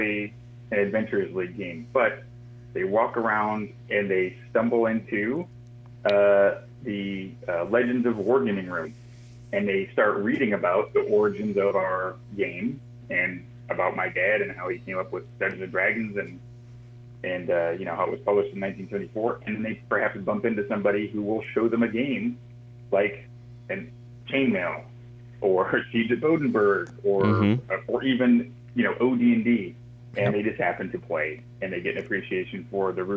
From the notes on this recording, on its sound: a phone interview